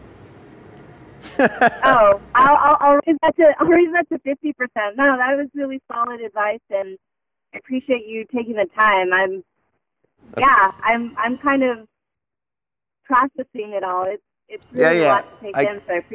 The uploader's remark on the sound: Today I jump on the phone